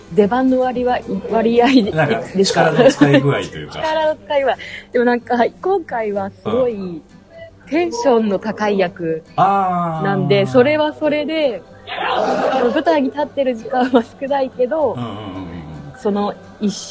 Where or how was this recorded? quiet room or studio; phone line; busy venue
busy venue